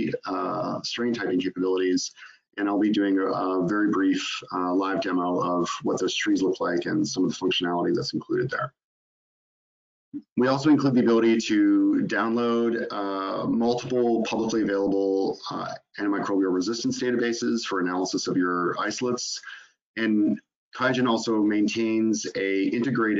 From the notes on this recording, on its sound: In this live webinar